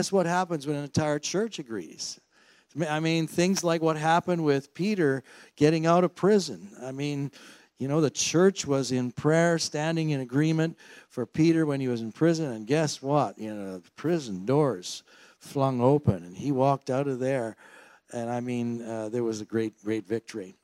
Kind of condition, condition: setting, large echoing room